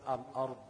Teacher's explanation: تقول الارض تلاقي في صوت ضاد طالع مكمل شويه · Term: الرخاوه